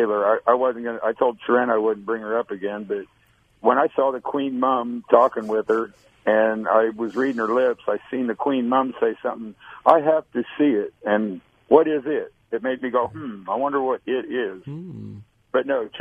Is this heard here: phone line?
yes